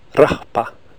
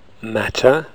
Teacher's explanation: In Icelandic, when a short vowel is followed by a fortis plosive, the plosive becomes pre-aspirated. · Shown in: first take · Term: pre-aspiration